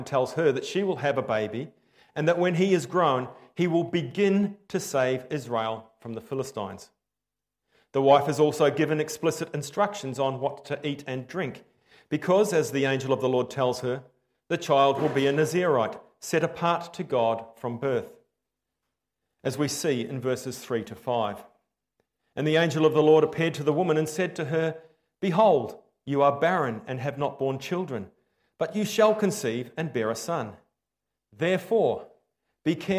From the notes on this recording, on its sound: Preached 15/10/23 Am Service